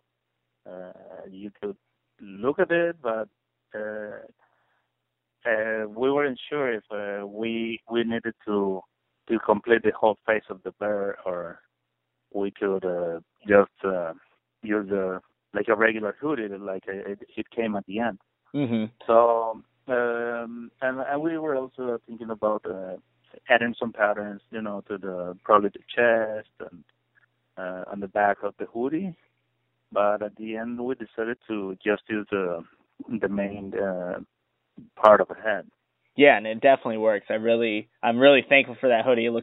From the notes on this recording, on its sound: conducted a phone interview